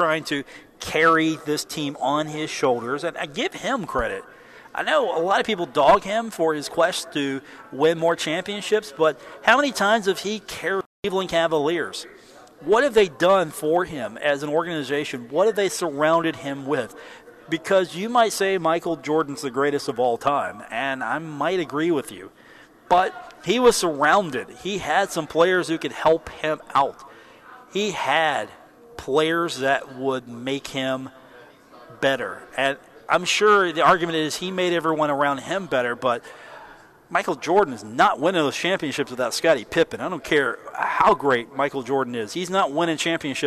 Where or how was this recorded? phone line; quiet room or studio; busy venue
busy venue